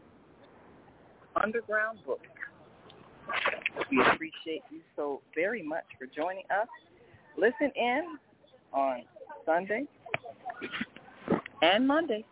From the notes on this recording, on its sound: Today we join an international array of authors at the African Festival of the Arts in Chicago.